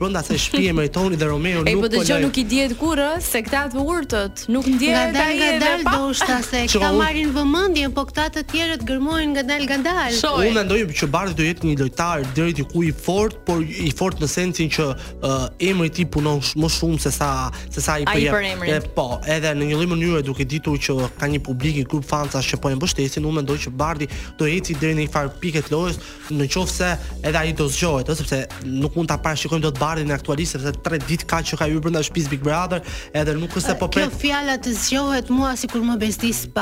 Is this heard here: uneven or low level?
no